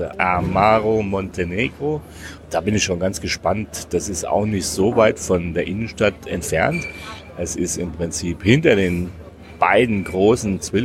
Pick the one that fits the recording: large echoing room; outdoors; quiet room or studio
outdoors